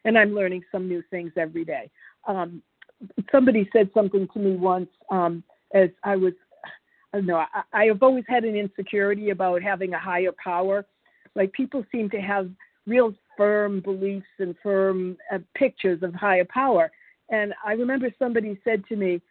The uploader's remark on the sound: qualification from the 100 Pounders Phone Meeting